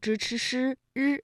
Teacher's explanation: 或者是舌尖后音。那我们从发音的部位来说，就是由舌尖向上翘起和硬腭的前部相接触，气流受到阻碍形成的一种辅音 · Term: 翘舌音